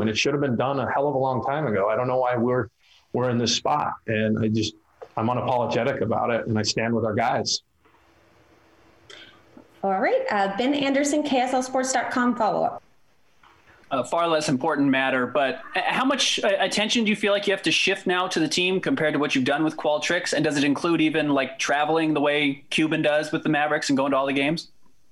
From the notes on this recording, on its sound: fielded questions from local media via ZOOM